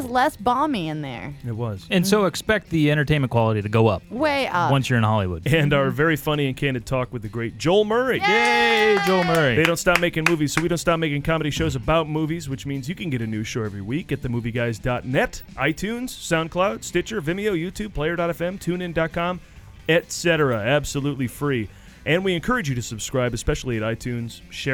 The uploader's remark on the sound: THE MOVIE SHOWCAST LIVE FROM THE L.A. IMPROV COMEDY FEST. Then it's off to Hollywood for a live broadcast from The 13th Annual Los Angeles Improv Comedy Festival.